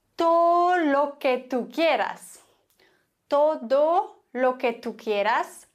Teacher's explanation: Das D wird ganz häufig nicht gesprochen, sondern verschluckt.